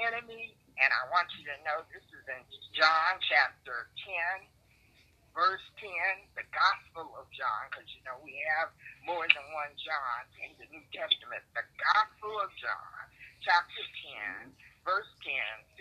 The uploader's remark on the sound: Conference call service